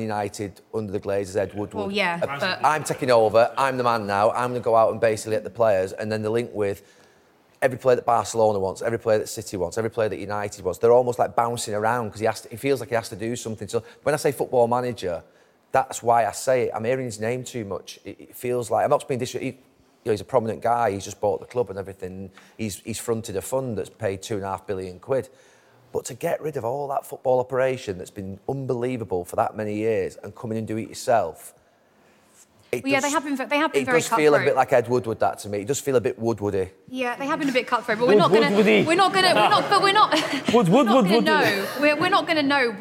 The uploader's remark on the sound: The Overlap Live Fan Debate. We’re back with the Fan Debate ahead of the brand new Premier League season.